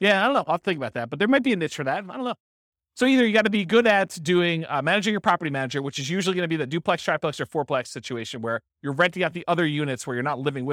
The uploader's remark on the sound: This was a live class recorded